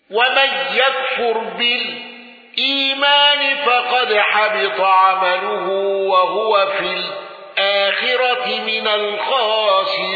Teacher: ابن زكوان بالسكت على ال